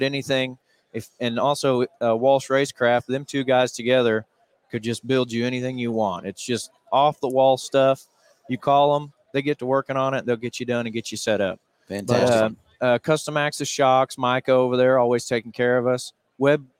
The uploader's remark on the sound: Live from PRI Trade Show in Indianapolis, IN.